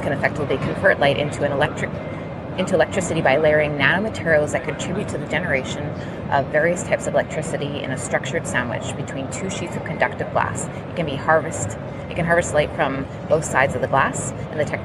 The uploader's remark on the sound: We're broadcasting live from CES Connection